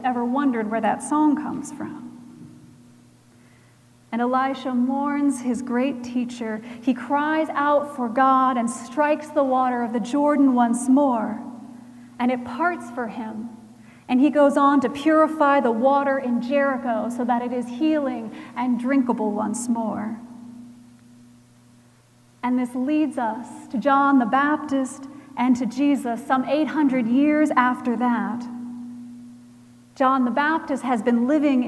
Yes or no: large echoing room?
yes